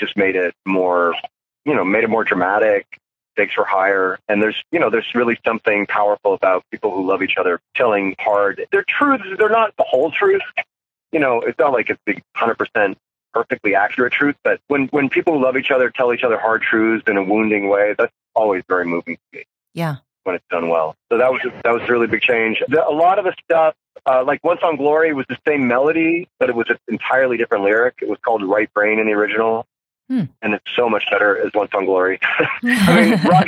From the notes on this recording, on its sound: via the world's shoddiest phone connection.